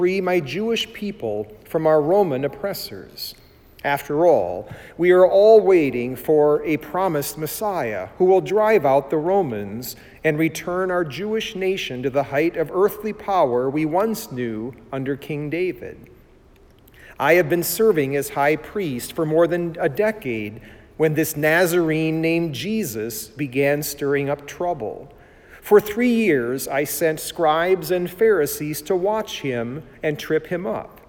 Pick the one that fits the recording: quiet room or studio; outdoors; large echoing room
large echoing room